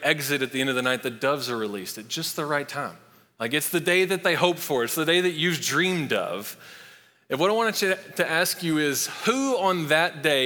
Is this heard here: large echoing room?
yes